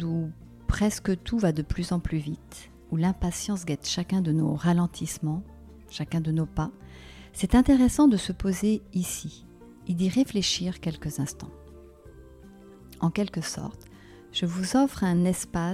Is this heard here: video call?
no